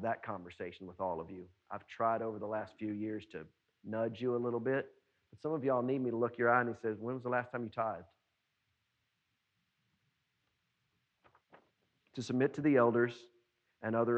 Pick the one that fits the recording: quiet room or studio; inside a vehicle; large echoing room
large echoing room